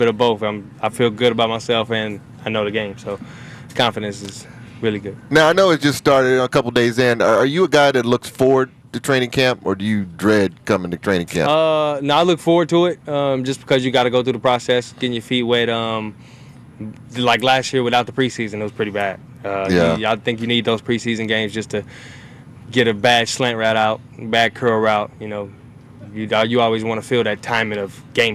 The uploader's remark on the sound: broadcast live from Chargers Training Camp at Jack Hammet Sports Complex in Costa Mesa